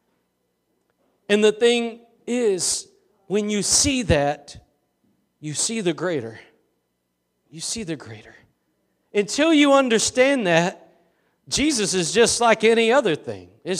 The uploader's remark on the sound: Preached at Gospel Lighthouse in Bossier City, La.